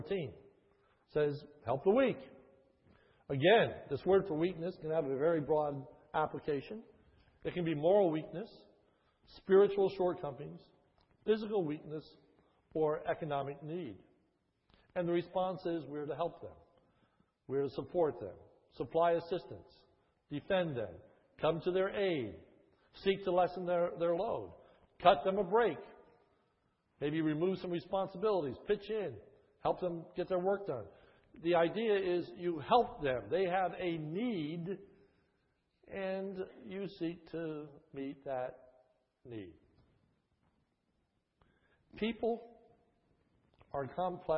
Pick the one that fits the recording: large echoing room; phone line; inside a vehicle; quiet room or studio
large echoing room